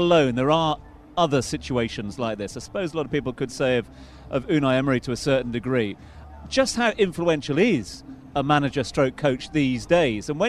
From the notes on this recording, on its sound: From the rooftop garden of Barasti